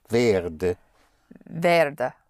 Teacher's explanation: The stress is on wer. And then you let it fall to werde.